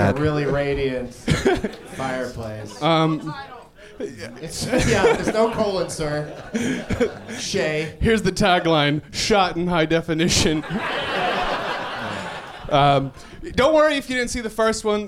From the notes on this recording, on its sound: Live from the Punchline in Atlanta